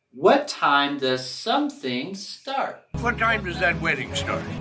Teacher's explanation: en esta pregunta vamos a caer la entonación al final.